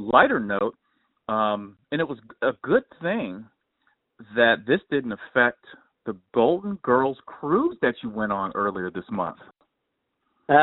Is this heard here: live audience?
no